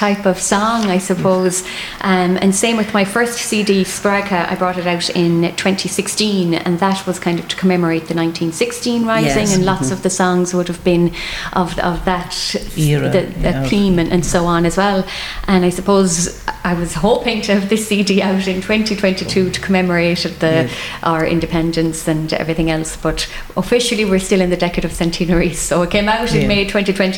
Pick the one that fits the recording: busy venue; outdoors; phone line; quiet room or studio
busy venue